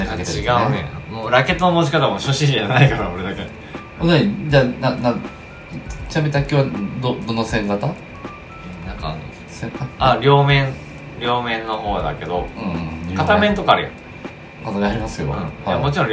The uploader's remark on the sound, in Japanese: オフコラボラジオ。音質悪いです。